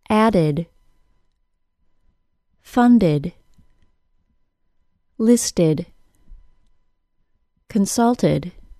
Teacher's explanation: The letter E being pronounced as a short I can be demonstrated very quickly by listening to the ED ending. When the ED ending follows a T sound or a D sound, the ED is pronounced as a short I sound followed by a D sound. Not surprisingly, the ED ending is never stressed.